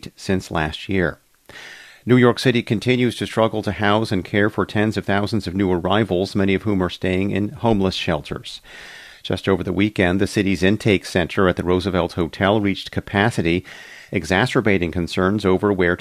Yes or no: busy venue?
no